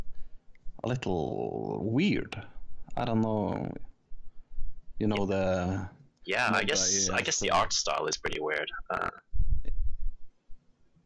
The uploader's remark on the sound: A slight tweak in audio ruins our 50 minute recording of Mob Psycho 100. Audio peaks all over the place resulting in a horrifyingly bad episode that will most likely kill your ears.